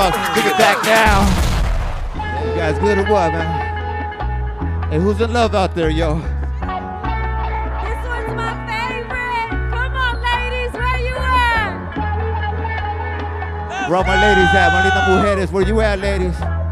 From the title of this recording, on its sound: Live At The Wiltern